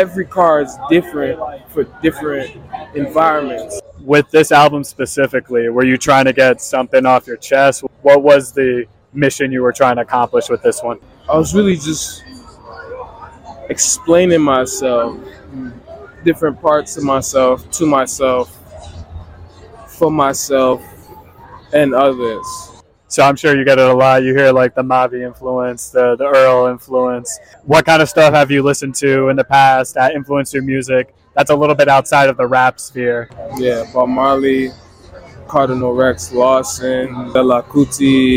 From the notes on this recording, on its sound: Recorded August 2023 in NYC at the Knitting Factory.